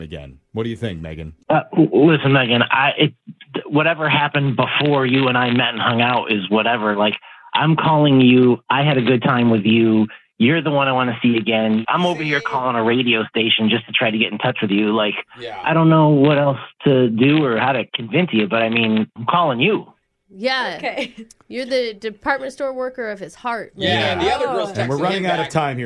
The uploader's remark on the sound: The guy on the phone today